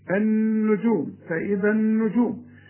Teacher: فاذا النجوم طمست، النون لازم تغن